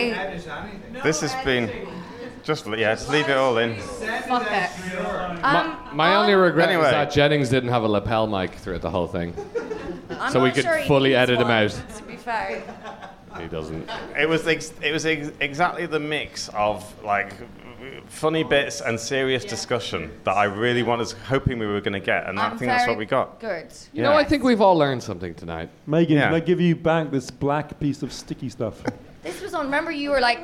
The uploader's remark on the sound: Live at the Comedy Cafe Berlin. Our first ever live show.